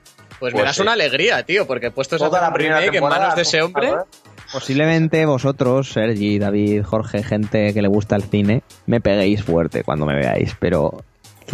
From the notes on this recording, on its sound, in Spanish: la mejor edición y sonido que skype nos deja